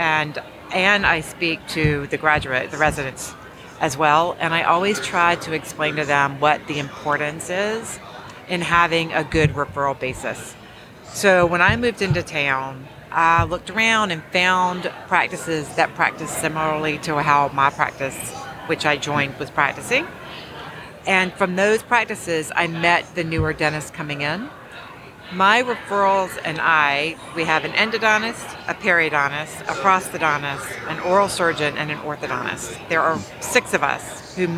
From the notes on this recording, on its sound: live from Smilecon.